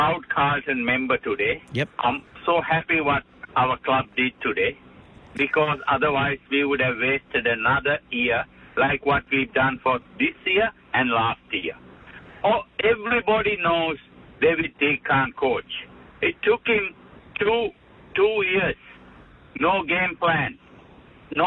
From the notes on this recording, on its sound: opens the phone lines in this edition, with plenty of calls